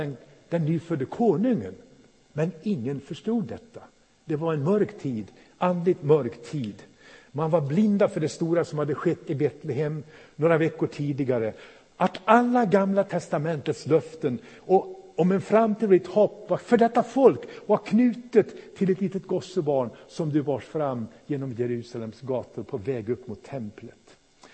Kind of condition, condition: setting, large echoing room